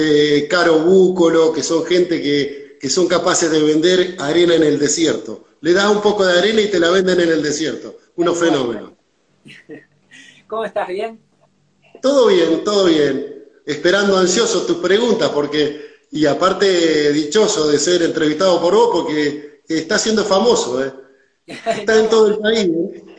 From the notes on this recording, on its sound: live instagram